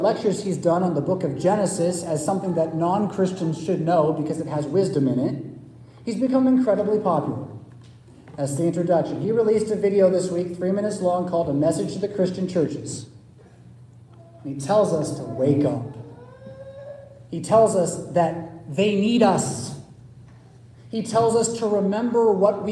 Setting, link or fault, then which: setting, large echoing room